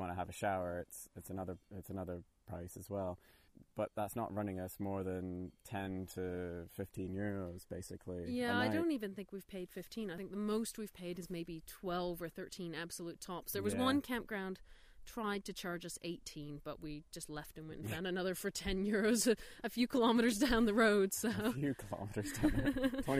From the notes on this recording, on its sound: Presenting our third bicycle show, recorded high on a hilltop in France, between Montbeliard and Besancon, overlooking the Doubs river.